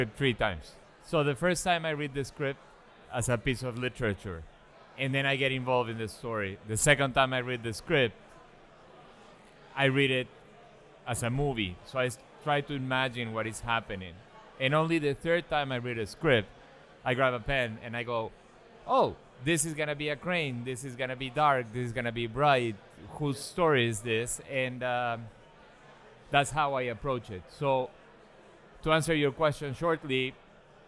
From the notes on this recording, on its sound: Live Podcasting at Hot Rod Cameras “Cine Beer” 2019 Summer Bash. In our second LIVE podcast.